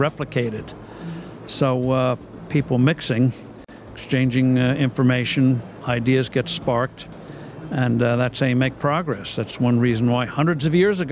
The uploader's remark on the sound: Live from IGCF 2022.